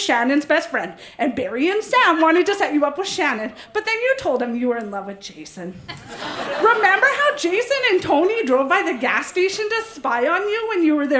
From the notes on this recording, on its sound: Recorded live in Vancouver, BC.